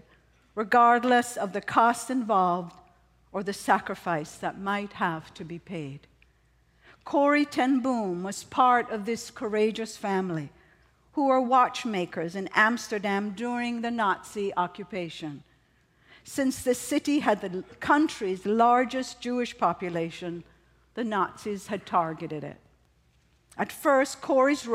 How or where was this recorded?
large echoing room